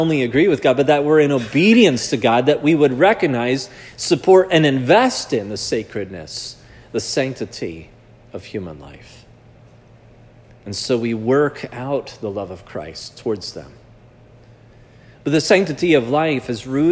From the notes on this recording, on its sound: This sermon was preached at Providence Church on Sanctity of Life Sunday.